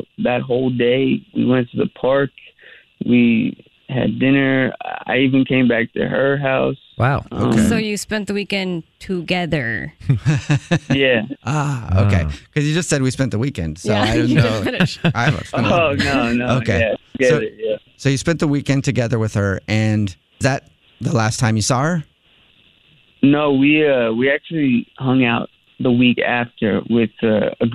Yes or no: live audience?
no